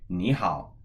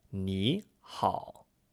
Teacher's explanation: So ni hao is composed of ni, which means you, and hao, which means good, which are both pronounced in the third tone in isolation. But when we say ni hao, it's pronounced like a second tone and a third tone. · Shown in: first take · Ni hao, rising and then low and flat.